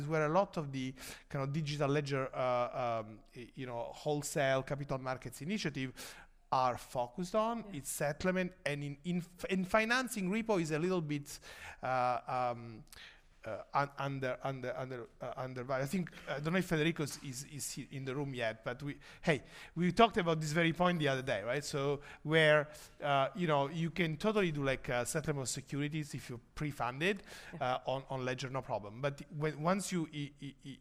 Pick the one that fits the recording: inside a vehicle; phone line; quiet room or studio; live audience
live audience